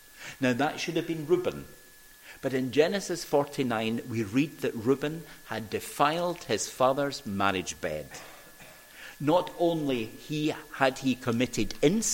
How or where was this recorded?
large echoing room